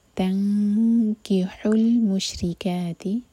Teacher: نون کا اخفاء ایسے کریں گے کہ کیف کے لیے زبان تیار ہو، جیسے ہم انگلش میں بولتے ہیں انکل، اس طرح سے